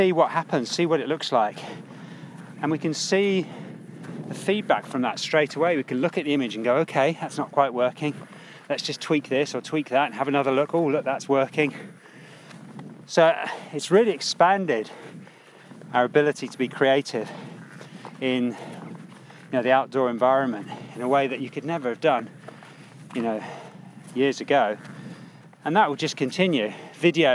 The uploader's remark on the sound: High on a Lake District peak